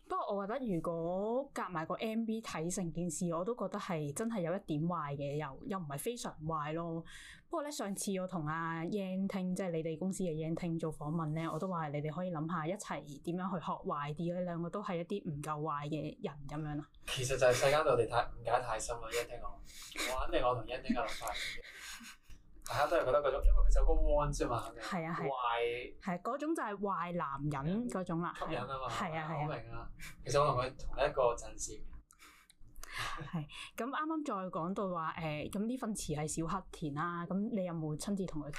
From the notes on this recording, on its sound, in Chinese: 靚仔到電親我枝咪，今集嘅音質有啲差。